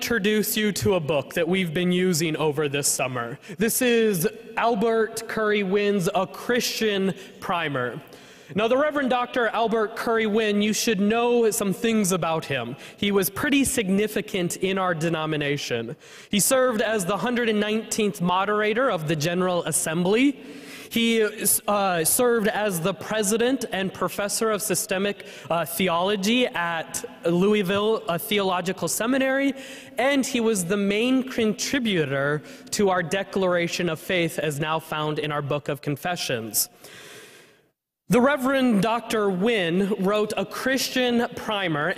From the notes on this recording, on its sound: was preached at First Presbyterian Church of Allentown, PA on July 23, 2023.